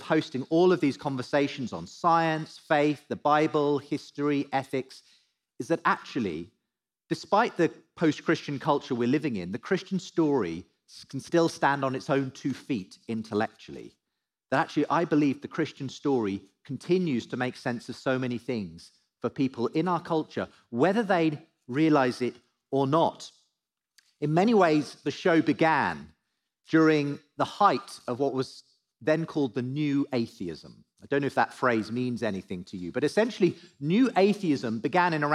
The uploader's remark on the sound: Live at The Story Church